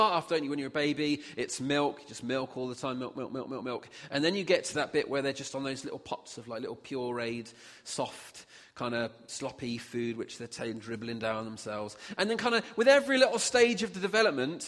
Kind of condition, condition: setting, large echoing room